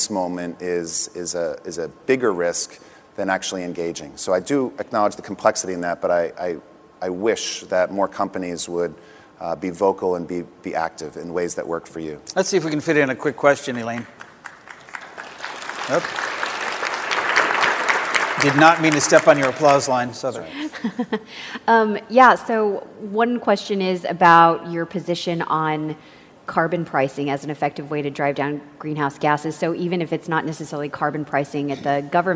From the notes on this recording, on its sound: The best of live interviews from GreenBiz events.